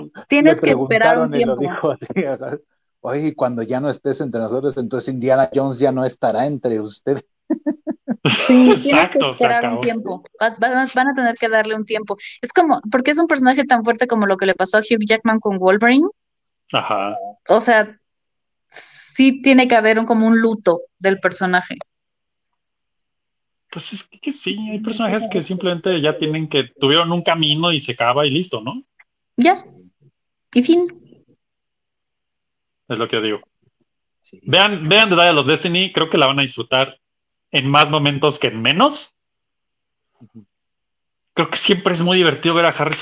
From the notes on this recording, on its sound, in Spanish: ¡esto sorteando todas las fallas técnicas imaginables por segunda ocasión pero saliendo adelante triunfantes para cerrar este dúo arqueológico de episodios pre-grabados!